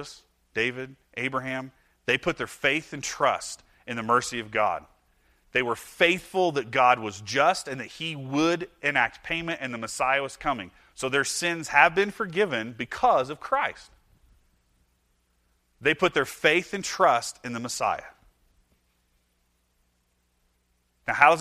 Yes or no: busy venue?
no